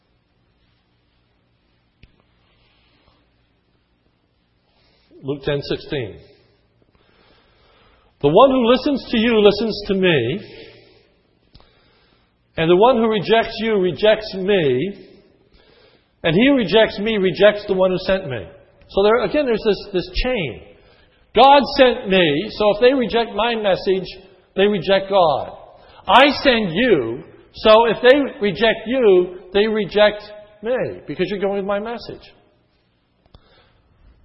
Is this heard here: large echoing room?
yes